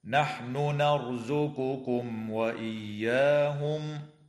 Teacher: تظهر النون عند النون من قبيل المتماثلين الكبير في قوله تعالى: نحن نرزقكم